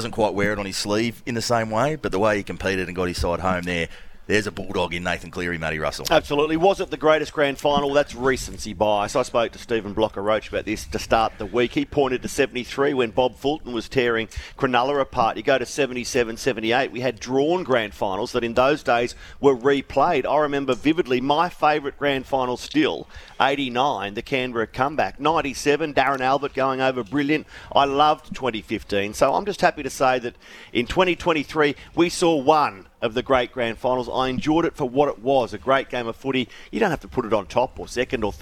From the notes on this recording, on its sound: LIVE from Wollongong Golf Club